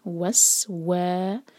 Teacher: سین ساکن پر وسل ساؤنڈ، سیٹی جیسی آواز.